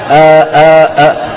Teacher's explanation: الوتران الصوتيان ينقفلان ثم يبتعدان · Term: الهمزة